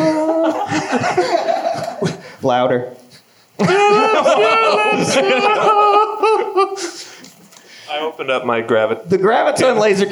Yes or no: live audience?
yes